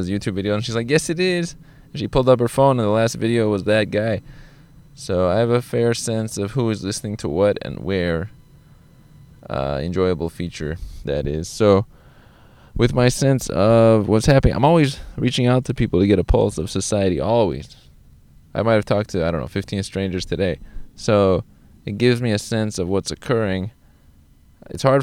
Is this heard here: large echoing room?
no